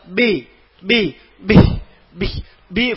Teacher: സിഫത്തുകൾ. ബ ശബ്ദവും ബ്ലോക്കാക്കണം, ശ്വാസം ബ്ലോക്കും.